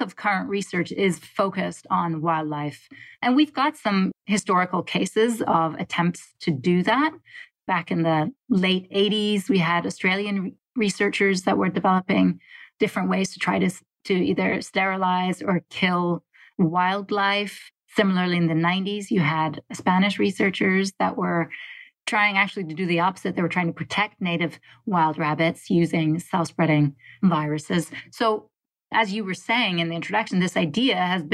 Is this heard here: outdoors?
no